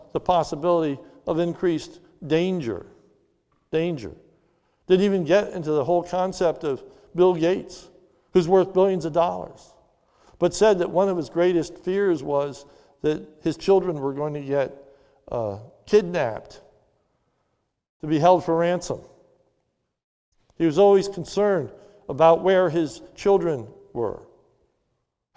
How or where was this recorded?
large echoing room